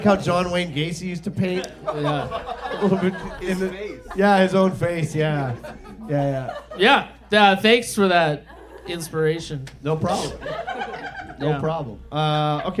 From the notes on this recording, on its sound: Live From The Langford Legion! Our 3rd live show.